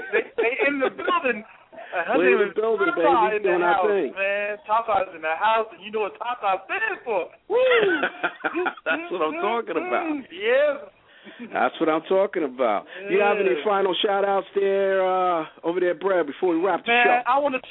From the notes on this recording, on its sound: calling in Live from Phase 365